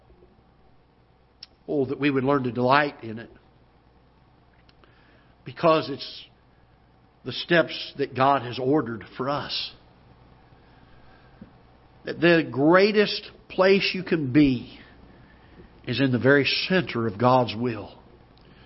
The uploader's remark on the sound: Ketha Heights Baptist Church ~ Live Broadcast